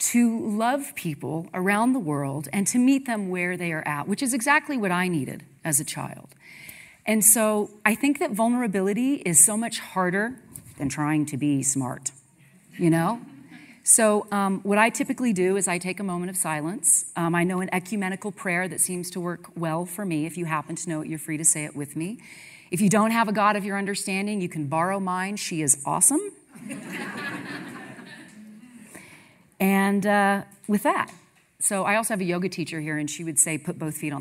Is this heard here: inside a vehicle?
no